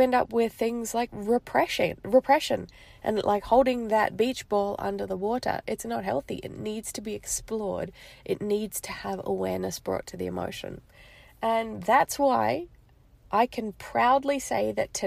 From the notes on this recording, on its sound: This episode is pretty raw and has been recorded on my phone, in the car, outside of Target in Las Vegas. I left my house to take a drive and get some space.